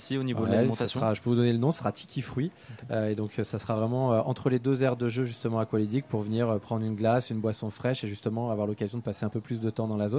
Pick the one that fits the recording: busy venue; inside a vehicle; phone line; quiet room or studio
busy venue